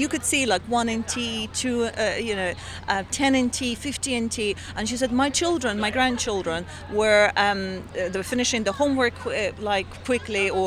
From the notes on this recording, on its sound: We caught up with some of their representatives to find out more at the Europe Festival in Taipei. We caught up with some of their representatives to find out more at the Europe Festival in Taipei.